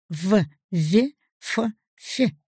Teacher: Вторая группа – губно-зубные звуки.